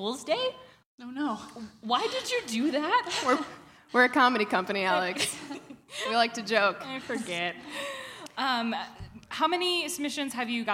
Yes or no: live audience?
yes